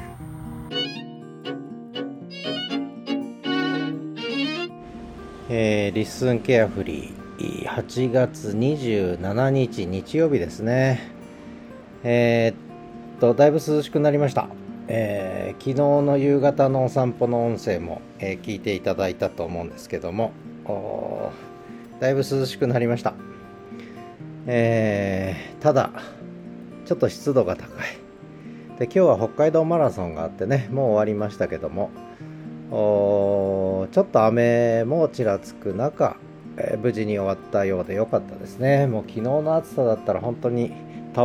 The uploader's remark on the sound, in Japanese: 北海道犬の冬一郎くんのお散歩の音声を収録しており